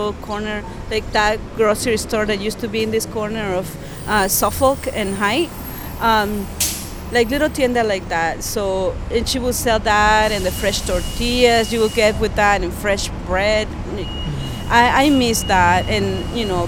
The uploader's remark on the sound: Conversation recorded in the streets of Downtown Holyoke.